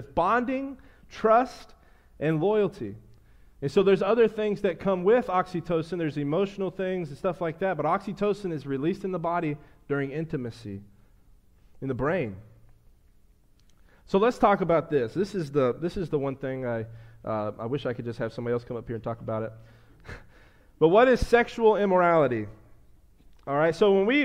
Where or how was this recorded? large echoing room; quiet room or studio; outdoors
large echoing room